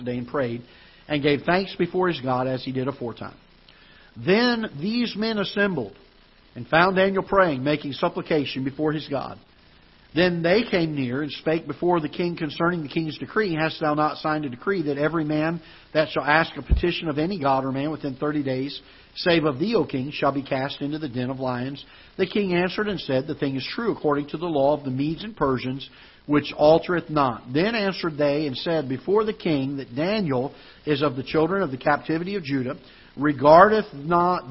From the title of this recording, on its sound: Ketha Heights Baptist Church ~ Live Broadcast